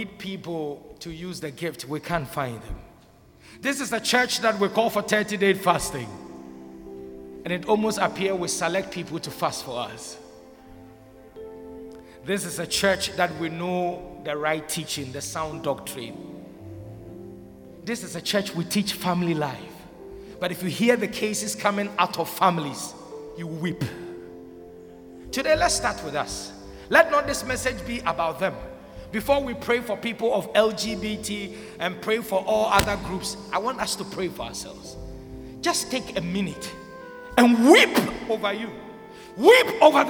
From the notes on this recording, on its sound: Sermon preached at CBC Shiashie Campus